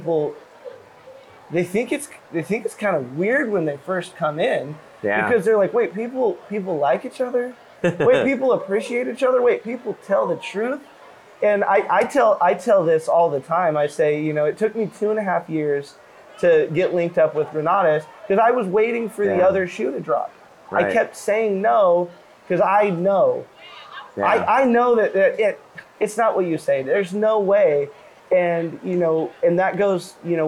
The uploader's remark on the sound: This time we recorded our episode from the balcony